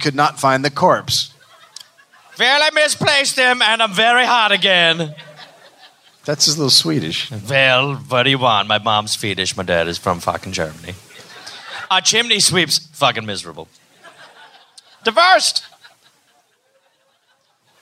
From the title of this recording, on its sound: Live in Chicago